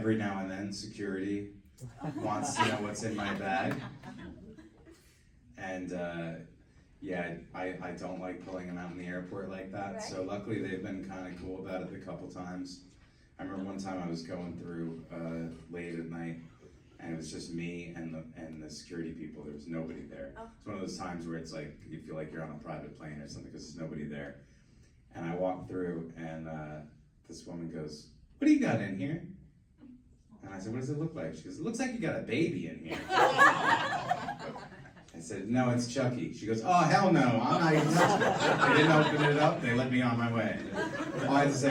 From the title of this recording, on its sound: panel at Days of the Dead Chicago on November 19, 2021